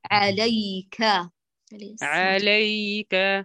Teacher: هي ليست كالياء المدية، إنما هي لينة وزمنها دون المد الطبيعي · Term: الياء اللينة